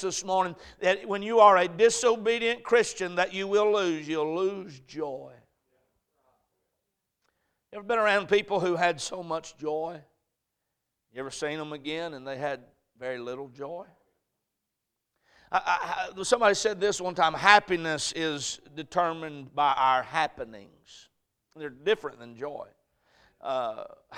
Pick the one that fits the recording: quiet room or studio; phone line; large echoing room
large echoing room